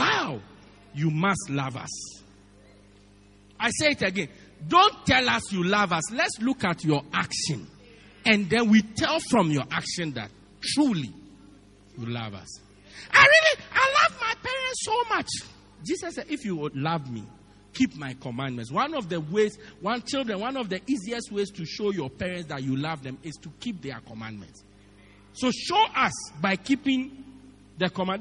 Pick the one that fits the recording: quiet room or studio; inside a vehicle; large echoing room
large echoing room